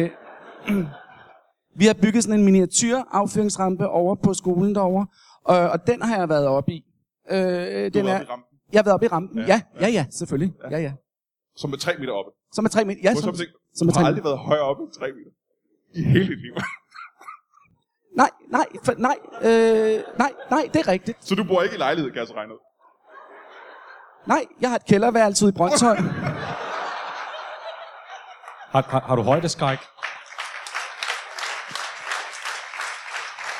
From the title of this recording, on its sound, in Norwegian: LIVE fra Comedy Zoo